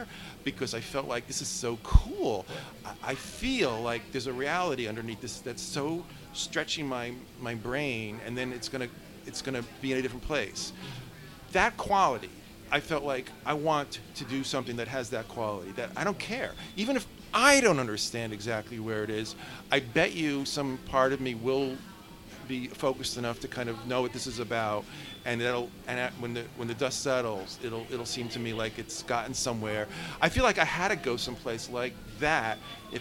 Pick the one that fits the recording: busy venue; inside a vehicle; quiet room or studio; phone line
busy venue